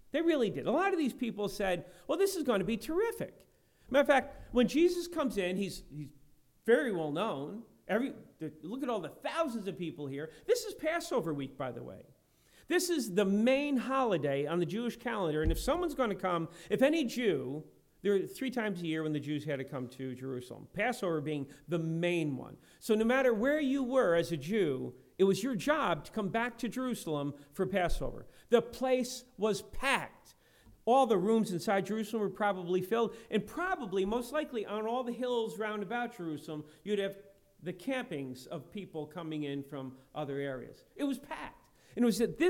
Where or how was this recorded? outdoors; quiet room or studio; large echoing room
large echoing room